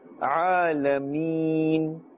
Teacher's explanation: emphasis must be placed on the Ayn to differentiate it from the Hamza.